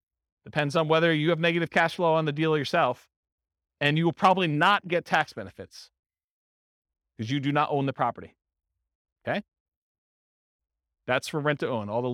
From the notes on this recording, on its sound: This was a live class recorded